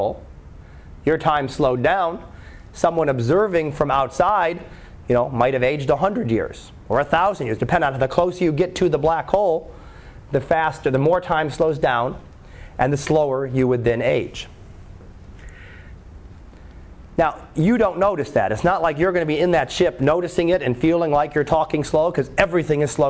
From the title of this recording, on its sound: Live Class Lecture